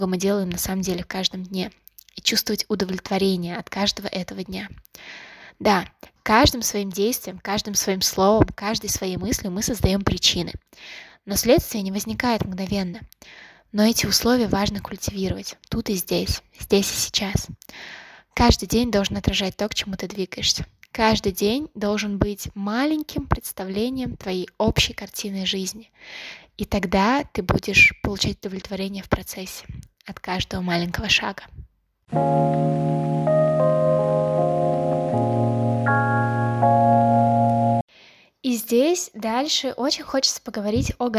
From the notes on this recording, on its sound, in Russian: ПРОШУ ПРОЩЕНИЯ ЗА ЗВУК И ШУМЫ НА ФОНЕ. Это глюк микрофона и Ама(мой котенок).